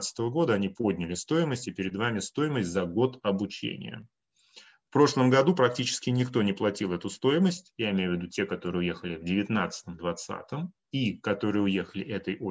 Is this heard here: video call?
yes